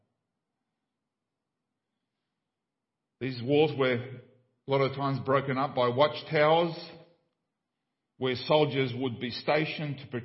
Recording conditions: large echoing room